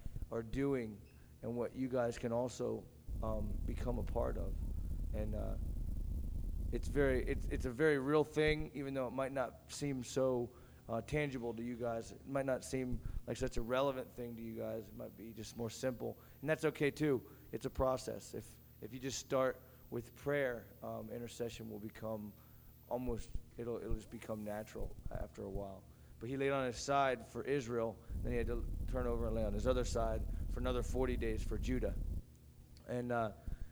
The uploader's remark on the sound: Recorded at Rhema Camp 07.